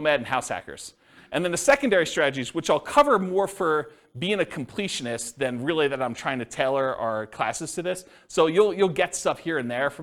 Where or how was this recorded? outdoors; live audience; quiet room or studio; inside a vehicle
live audience